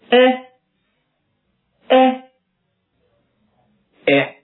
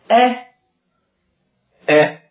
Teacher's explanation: 首先呢，我们先来听一下要学的第一个元音。一，一，一，这是一个长元音。大家可能注意到了，在这个音素的右边有一个类似冒号的符号，这是英语中长音符号，所以发音的时候要稍稍拖长一些。那么在发这个音的时候呢，舌尖要抵住下齿，舌前部尽量向硬额抬起，舌位呢比我们发汉语中的衣服的衣要稍低一些。另外嘴唇向旁边伸展成扁平的形状。好，请大家跟着我们一起练习。一，一。好，我们学习第二个元音，请大家先听一下示范发音。哎，哎，哎，发这个音的时候，舌尖也要抵住下齿，舌前部呢稍稍抬起，但是舌位比发一的时候要低一些。从口型上看呢，上下齿之间的空隙比一要大一些 · Term: 短元音